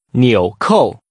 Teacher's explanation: Using falling, rising, and falling tones, say buttons.